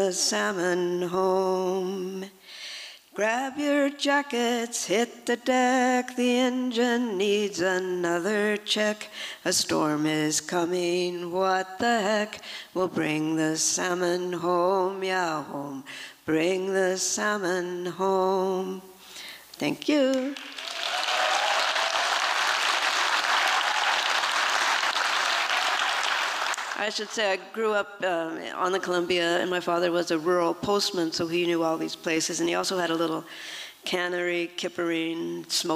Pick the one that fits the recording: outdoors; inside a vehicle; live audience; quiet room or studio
live audience